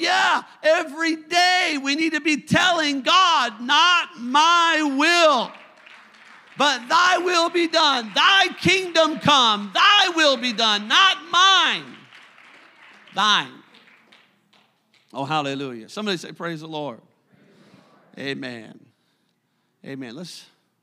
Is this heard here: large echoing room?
yes